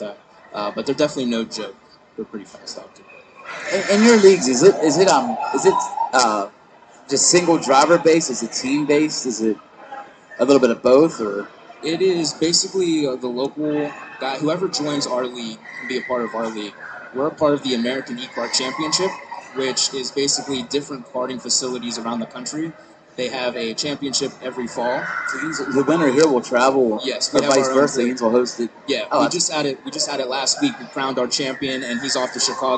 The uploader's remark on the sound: LIVE at Three Rivers Karting